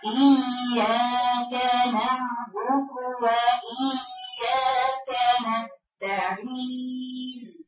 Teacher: الياء يجري صوتها لكن مفيش معاها هواء